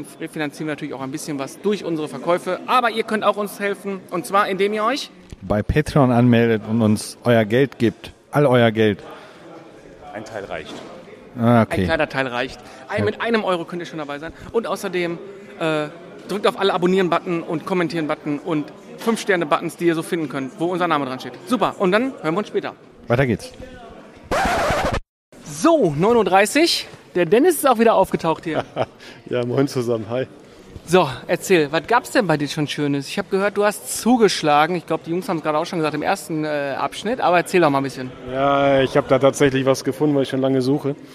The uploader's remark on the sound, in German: Wir sind mit einem Stand und einem Micro bewaffnet auf der dritten Days of Retrogaming Retröbörse in der Kampfkunstakademie Herten und berichten Live in zeitlich verschiedenen Abschnitten über das was so los ist.